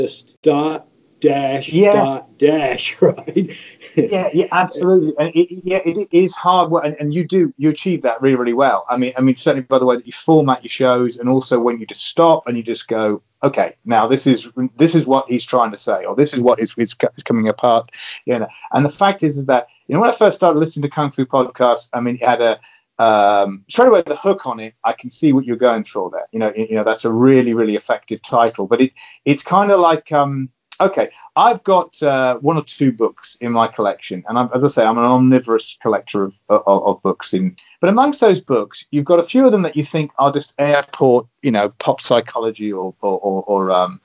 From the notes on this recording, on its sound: He is in the UK, we coordinated a Skype call this past Sunday.